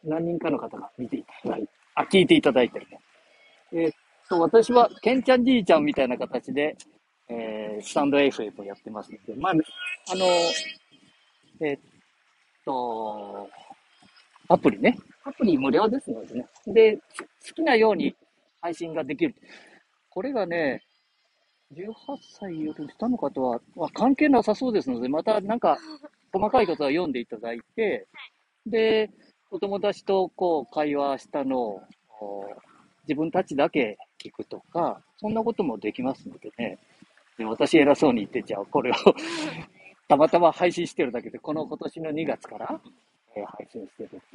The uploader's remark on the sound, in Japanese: 街さんぽ LIVE